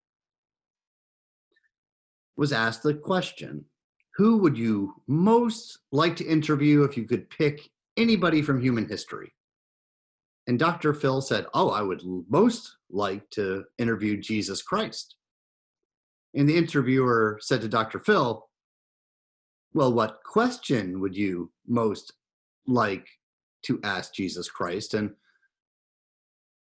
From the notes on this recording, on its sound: Recorded live in Zoom.us.